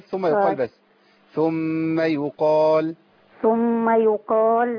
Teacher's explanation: حضرتك ما تجيبيش الف بعد الميم